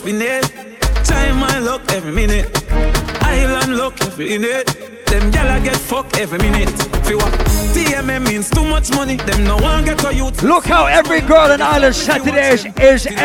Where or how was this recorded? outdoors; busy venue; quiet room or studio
busy venue